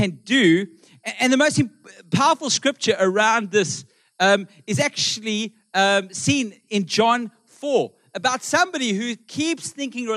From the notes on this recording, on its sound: Melkbos AM. Recorded live on Sunday 20th August the 2023.